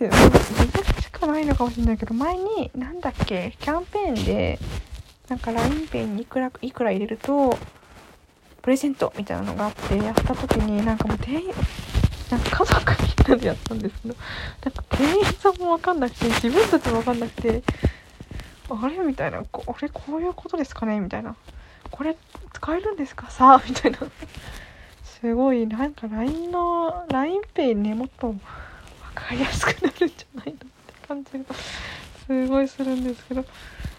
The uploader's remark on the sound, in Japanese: 雑音も多すぎる。